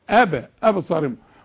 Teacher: بنقلقل الباء اللي عليها السكون، ما دام عليها سكون